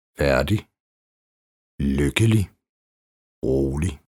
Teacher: 4. Stumt G. I endelsen IG.